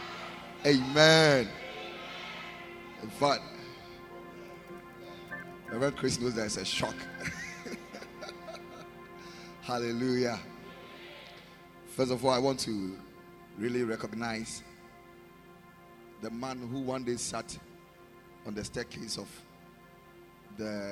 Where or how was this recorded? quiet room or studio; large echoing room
large echoing room